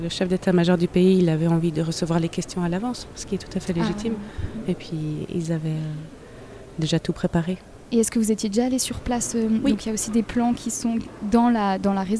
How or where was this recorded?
busy venue